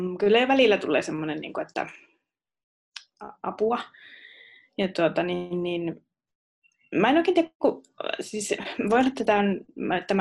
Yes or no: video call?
yes